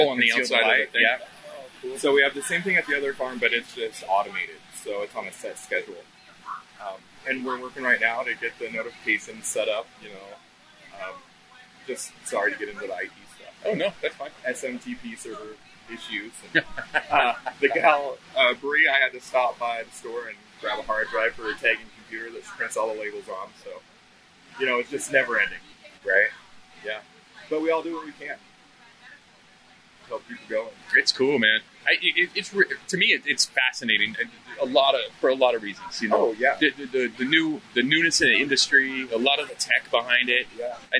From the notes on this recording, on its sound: GCP Road Trip. Live at Buddy Boy Farm.